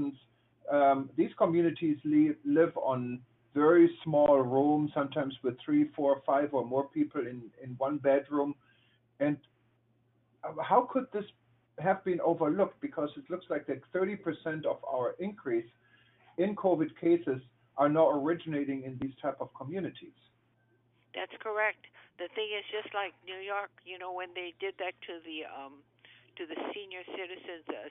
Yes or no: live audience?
no